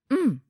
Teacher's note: It's written un, but you can say it with your mouth closed. You can just say un.